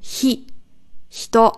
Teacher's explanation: Nicht sh, sondern hi. Es ist kein hi, sondern hi, ein gehauchtes hi, also ein mit i drin, hi, hito.